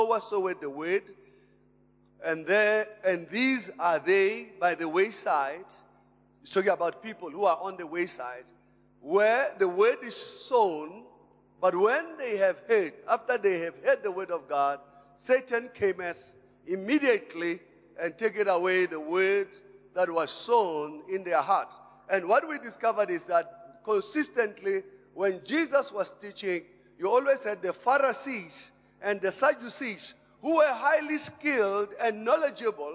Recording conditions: large echoing room